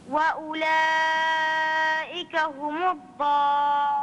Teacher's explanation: أولئك أربع والضالون ست حركات · Term: المدود